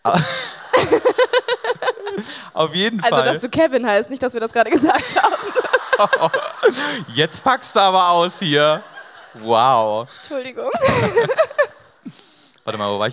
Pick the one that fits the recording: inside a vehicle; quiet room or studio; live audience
live audience